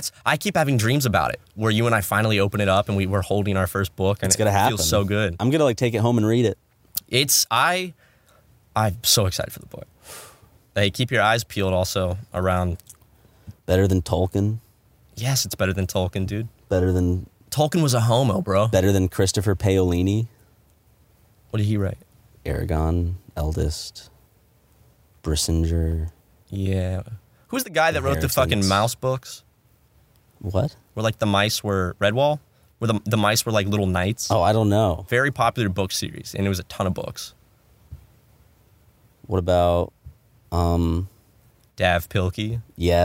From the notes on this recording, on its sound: Podcast In A Van. We did this one in the van.